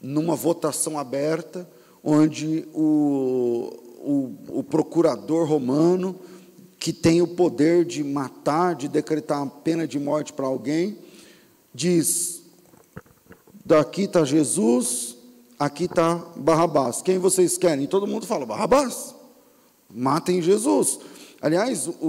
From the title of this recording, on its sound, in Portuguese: Culto ao vivo